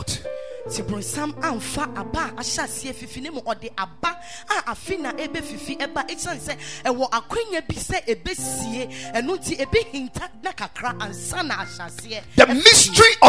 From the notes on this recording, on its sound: Preached at the Ekklesia Chapel